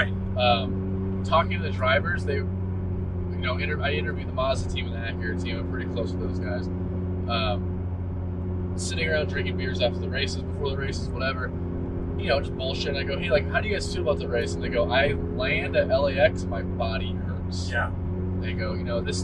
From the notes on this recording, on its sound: Mobile Episode: Return drive from a concept experience. I'm in a McLaren 600LT on the way back from driving a Honda concept vehicle.